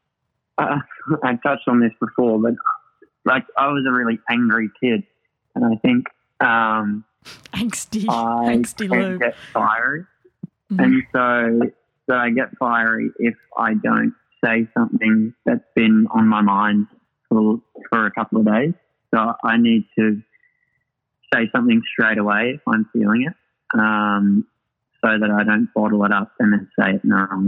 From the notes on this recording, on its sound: We spoke one rainy Sunday afternoon, over quite a chaotic but fun conference call.